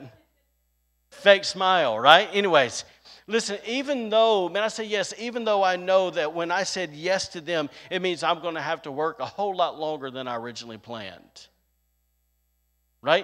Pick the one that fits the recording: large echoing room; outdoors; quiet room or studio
large echoing room